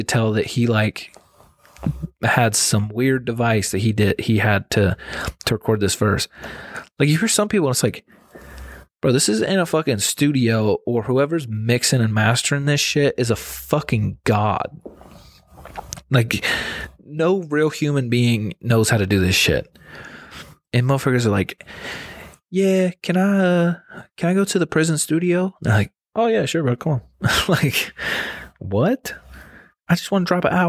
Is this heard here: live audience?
no